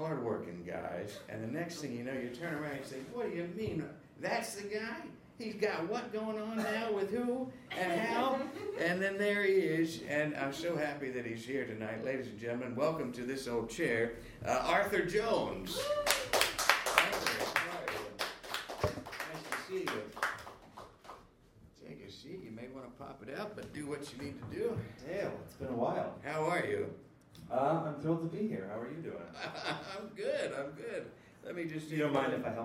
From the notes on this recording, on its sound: A Gowanus-heavy evening in this live taping.